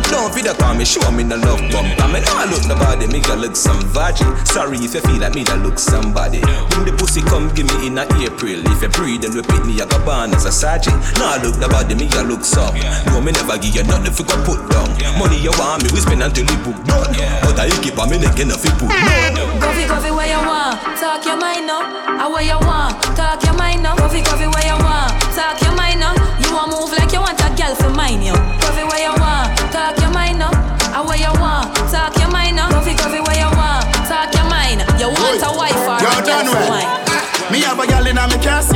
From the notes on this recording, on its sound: (MINIMAL TALKING ). Live audio recording of my set at Island Saturdays on Dec 17th.